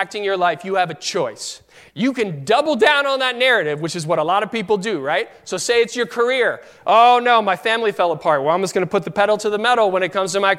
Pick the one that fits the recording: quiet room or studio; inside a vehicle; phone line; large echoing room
large echoing room